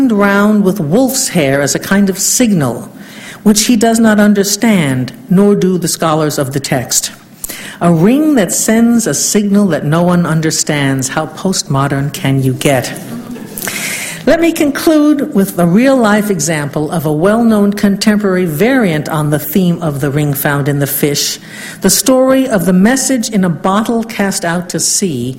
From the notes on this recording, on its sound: Fourth Annual Ninian Smart Memorial Lecture at UC Santa Barbara